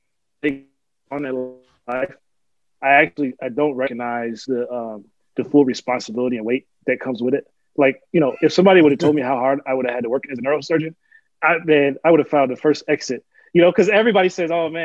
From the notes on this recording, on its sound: Recorded Live on Zoom